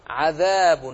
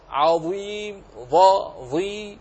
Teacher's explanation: وتقول عذاب عظيم، عذاب الذال منفتح والظاء منطبق